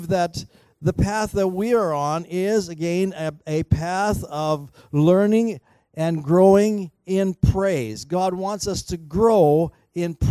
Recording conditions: large echoing room